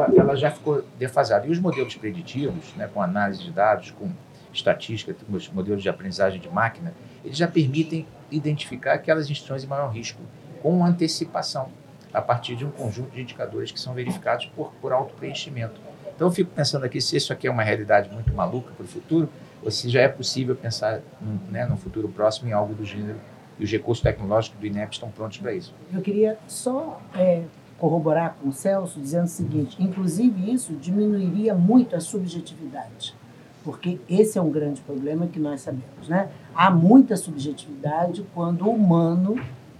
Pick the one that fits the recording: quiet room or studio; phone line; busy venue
busy venue